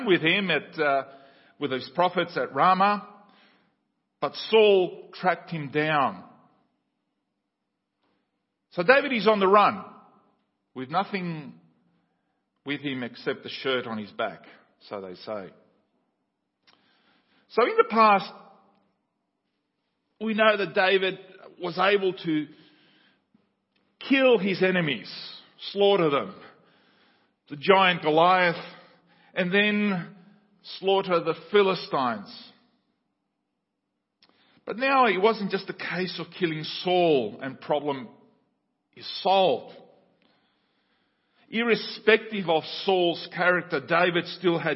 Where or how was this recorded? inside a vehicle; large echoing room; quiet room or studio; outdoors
large echoing room